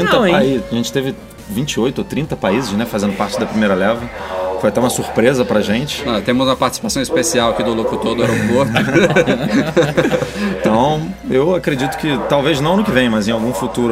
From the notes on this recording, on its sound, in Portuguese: Em um podcast especial gravado no aeroporto de Munique (Alemanha).